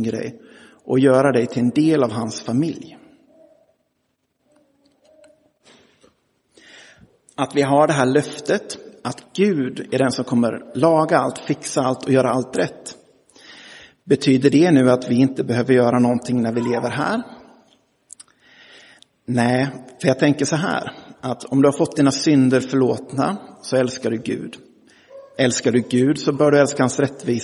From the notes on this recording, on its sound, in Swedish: Inspelad i Roseniuskyrkan den 10 september 2023.